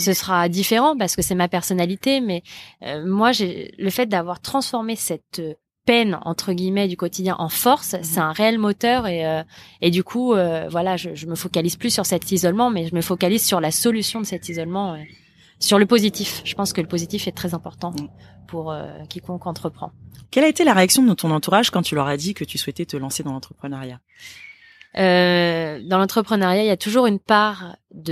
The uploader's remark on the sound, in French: J’ai enregistré cet épisode sous une belle matinée de juillet ensoleillée, sur la terrasse. Le chant des oiseaux nous a accompagné tout le long, ce fut très agréable !